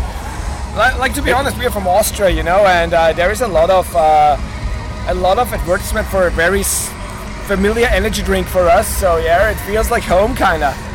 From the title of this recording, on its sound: Bloodstock 2023 Interviews